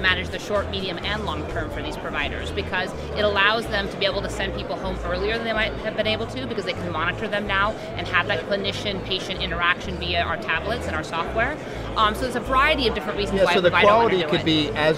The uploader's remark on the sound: LIVE from #HiMSS16